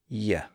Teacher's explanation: We make that sound by slightly raising the tongue toward the palate. And in fact, we put the tongue in a position that's very similar to the position we used to make the E sound. · Term: Y sound